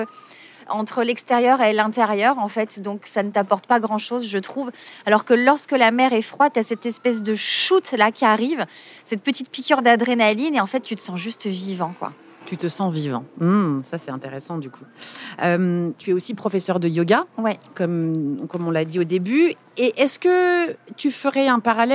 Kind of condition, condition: setting, outdoors